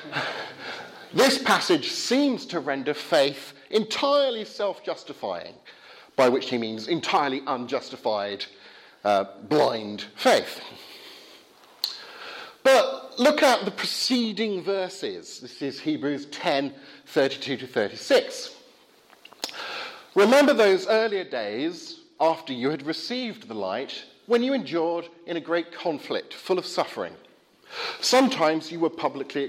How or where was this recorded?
large echoing room